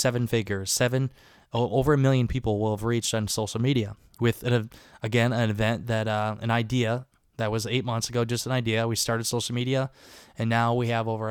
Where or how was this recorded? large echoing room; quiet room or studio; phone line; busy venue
quiet room or studio